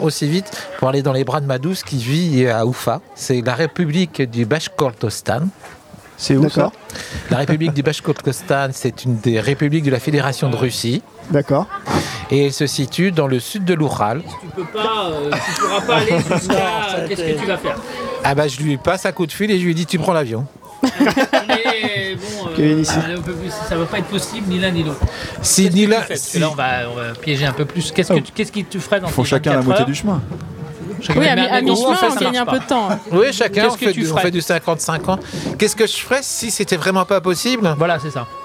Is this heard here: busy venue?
yes